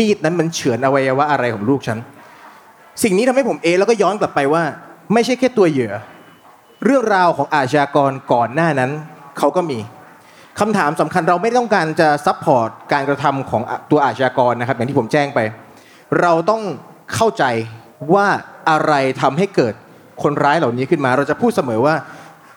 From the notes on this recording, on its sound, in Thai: บันทึกการเสวนา จากเวที Learning Fest Bangkok 2023 ที่ TK Park